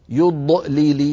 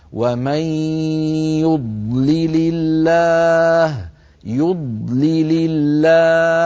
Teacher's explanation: ننتبه إلى التقاء ضاد ساكنة مع لامين بعدها مكسورة مكسورتين لي، فلا بد من تخليص صوت الضاد من صوت اللامين · Shown in: second take